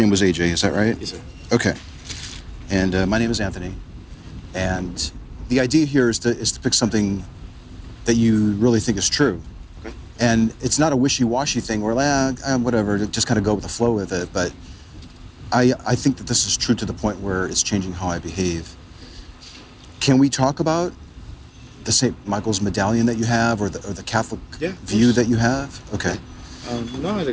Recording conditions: phone or laptop microphone